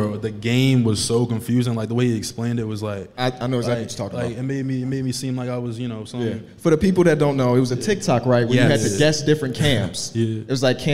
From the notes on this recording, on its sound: We're live from Vegas for NBA Summer League